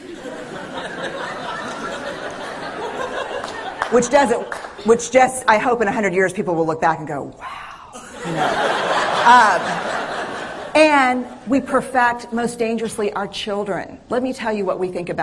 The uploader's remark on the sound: This is the audio of a TED talk. Night at Blazing Fire.